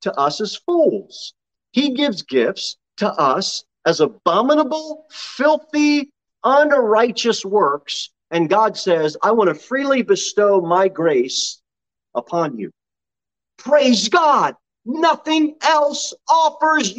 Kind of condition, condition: setting, large echoing room